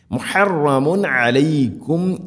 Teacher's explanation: മുഹറമുൻ ഇദ്ഹാർ ചെയ്യണം, വെളിവാക്കി ഉച്ചരിക്കണം